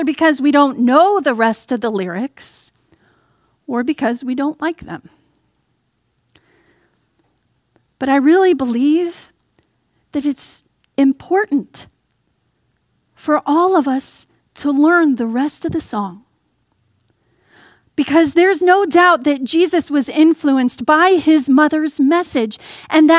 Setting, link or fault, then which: setting, large echoing room